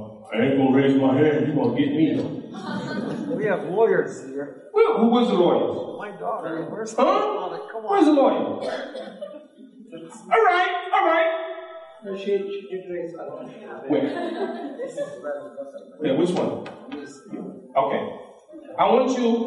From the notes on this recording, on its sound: This lecture was given at the IONA Convention.